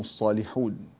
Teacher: هذه اللام قد كسرت فلا تغلظ، لأن اللام إذا فتحت وقد سبقت بصاد مفتوحة فإنها تغلظ، أما وقد اختل هذا الشرط عند ورش فإننا نرقق اللام.